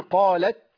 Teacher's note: ترك الهمس عند التاء الموقوف عليها